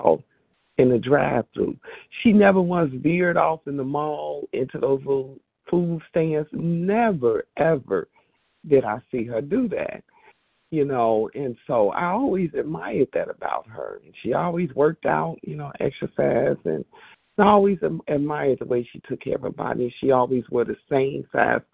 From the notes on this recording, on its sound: qualification from the 100 Pounders Phone Meeting